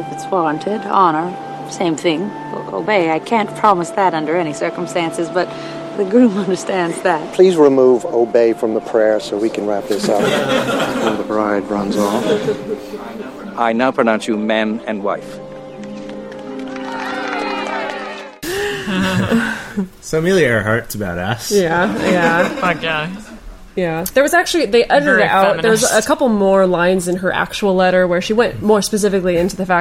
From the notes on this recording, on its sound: This is a very special live presentation by the Multiamory crew that took place in Santa Monica on January 20th, 2017.